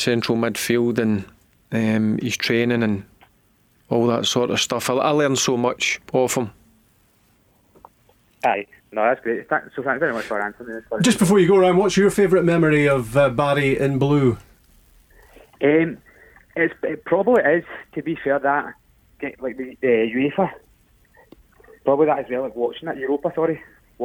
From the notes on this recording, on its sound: Joined in the studio. On the phone.